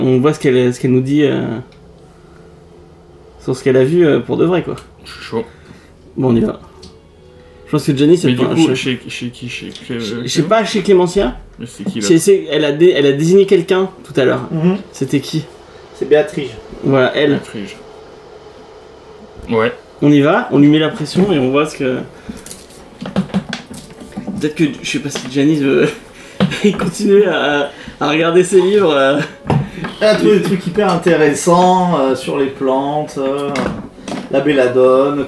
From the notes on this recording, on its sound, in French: L’enregistrement de la partie a été vraiment amateur. Du coup le son est pas optimal, il y’a quelques bruits parasites et le son n'est pas égale d’une personne à l’autre.